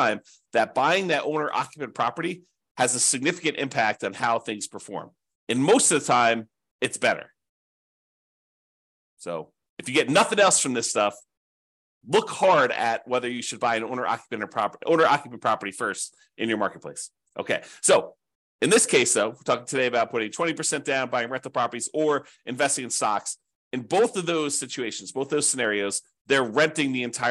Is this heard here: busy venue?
no